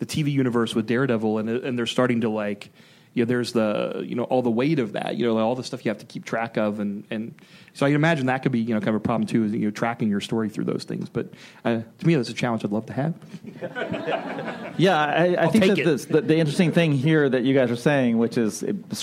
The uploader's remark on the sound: Recorded at ATX Television Fest in June 2015.